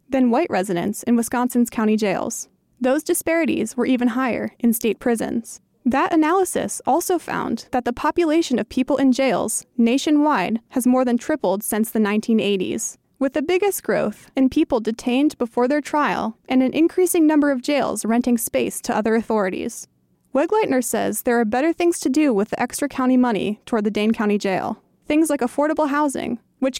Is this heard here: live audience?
no